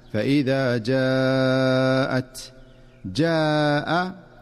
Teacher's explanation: ففي قوله تعالى: فإذا جاءت، جاء اجتمع حرف المد والهمزة في كلمة واحدة، وهذا ما يسمى بالمد المتصل، لاتصال الهمزة مع حرف المد في كلمة واحدة، وله مقدار معروف في القراءة يتلقى من أهل العلم، ويمد بمقدار 4 حركات